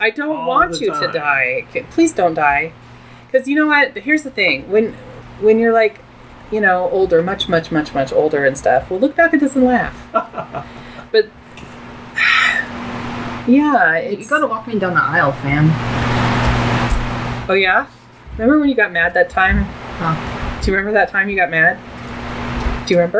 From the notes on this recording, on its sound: We were sitting around the table after dinner. The sound is crappy but that's how we roll with 1/2 a dozen fans running.